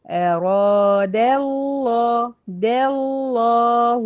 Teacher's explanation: هدخل من دال مرققة على لام مفخمة